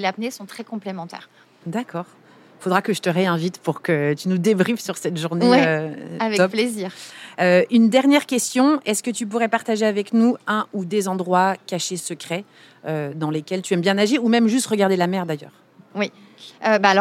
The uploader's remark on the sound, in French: On devait enregistrer dans une salle fermée au calme, on s’est retrouvées dehors sous les avions à côté de la plage des Catalans, avec un vent qui faisait voler mes feuilles de papier scribouillées. J’étais persuadée qu’elle ne parlait pas assez proche du micro (alors que bien évidemment c’était parfait)!